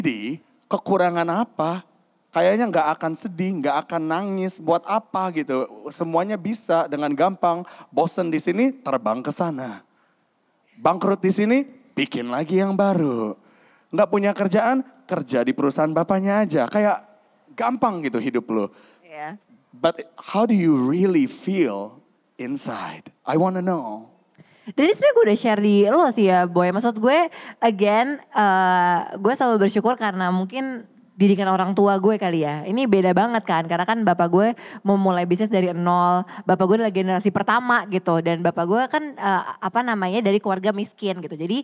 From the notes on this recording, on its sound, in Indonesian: Special Live On Stage di Kota Surabaya. Di kota terakhir ini, kita hadir di Ciputra World Mall, Surabaya.